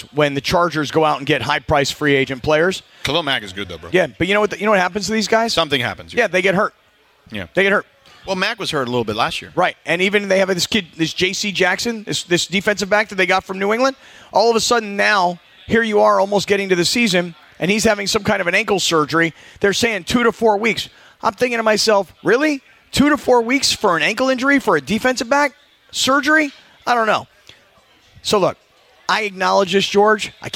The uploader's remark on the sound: HR 1: Another Remote! Live at Hollywood Park Casino.